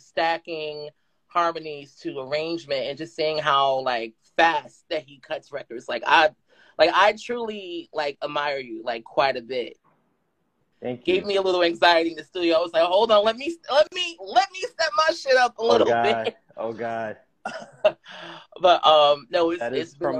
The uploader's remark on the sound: This preview discussion took place on The EveryMAN Project 's Instagram Live on 11/11/22.